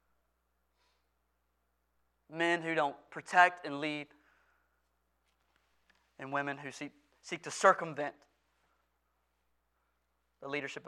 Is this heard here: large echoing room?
yes